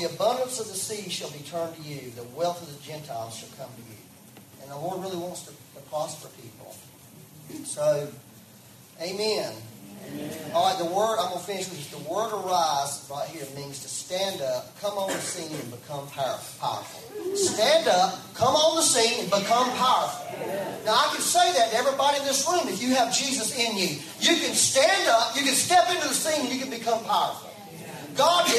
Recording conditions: poor sound quality